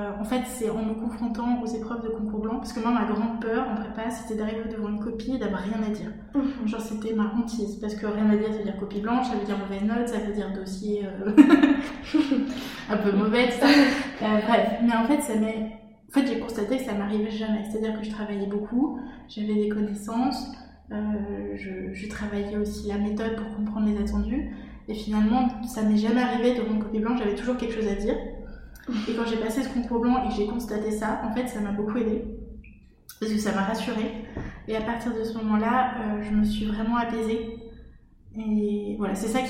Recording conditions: echo